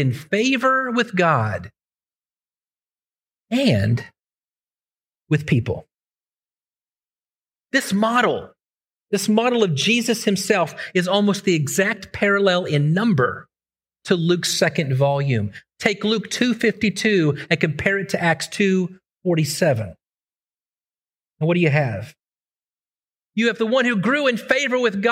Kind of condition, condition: setting, large echoing room